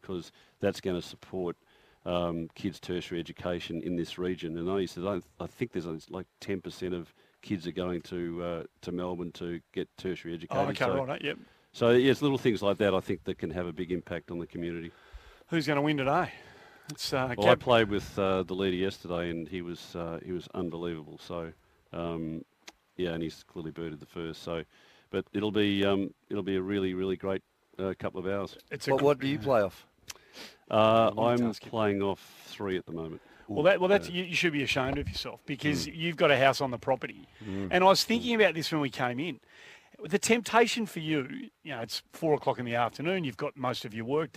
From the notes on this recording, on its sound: live on site at the Cathedral Golf Course